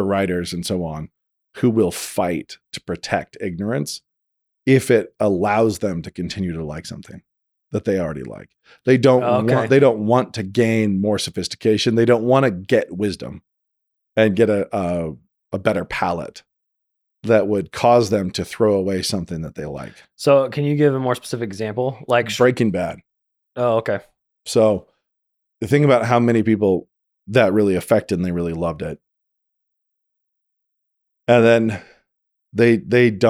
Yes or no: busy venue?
no